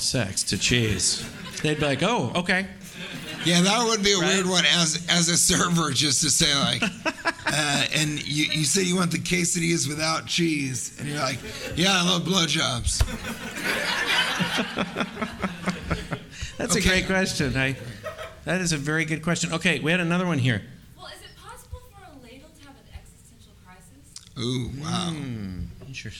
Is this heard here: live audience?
yes